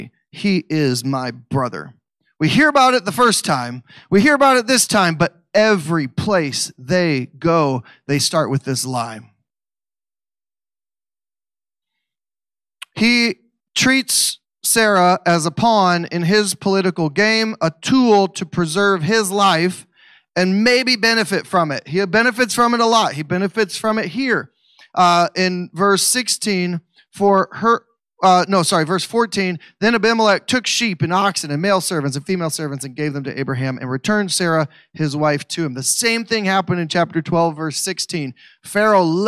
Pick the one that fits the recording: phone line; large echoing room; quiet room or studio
large echoing room